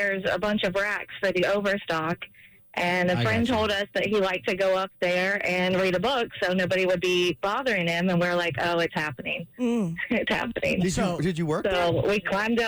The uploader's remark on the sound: listeners called